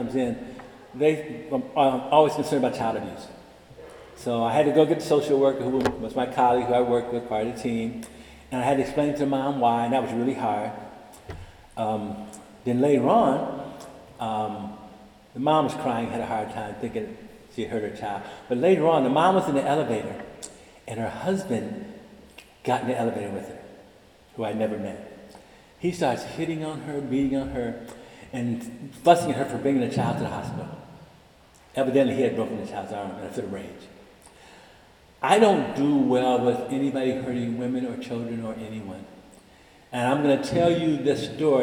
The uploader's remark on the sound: delivered the Cum Laude Convocation address March 24, 2023, in the Irvine Memorial Chapel